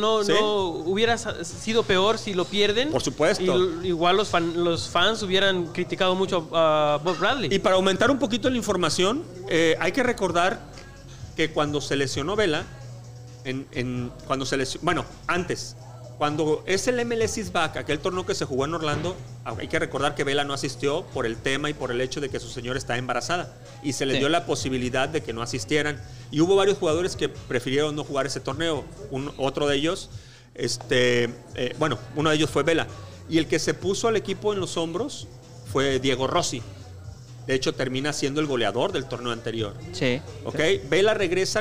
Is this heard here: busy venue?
yes